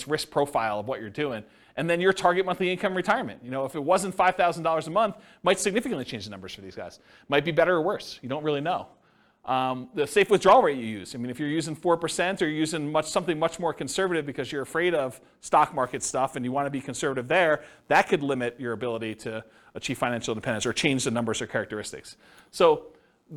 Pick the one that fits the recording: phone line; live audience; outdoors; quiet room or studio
live audience